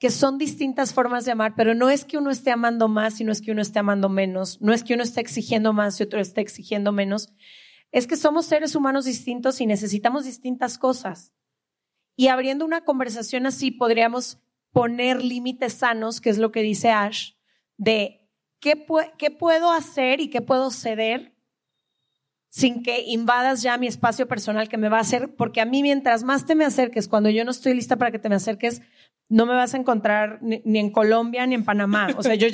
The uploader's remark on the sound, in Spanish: grabando un episodio en vivo en Colombia